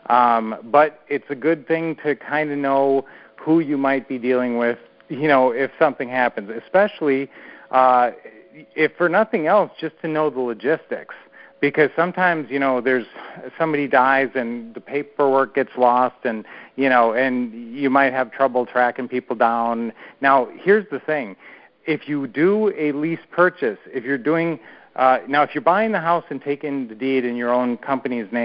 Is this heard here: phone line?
yes